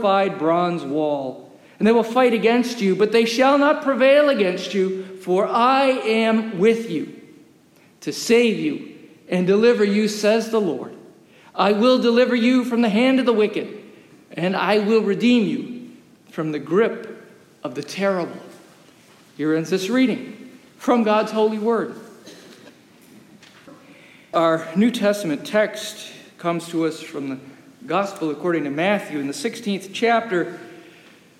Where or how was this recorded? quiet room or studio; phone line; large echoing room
large echoing room